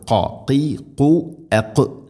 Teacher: ഖാഫ് തൊണ്ടയുടെ മുഗൾ ഭാഗവും കഴിഞ്ഞ് ചെറുനാക്ക്